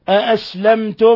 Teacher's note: ميم ساكنة بعد حرف التاء، الحكم التجويدي إظهار شفوي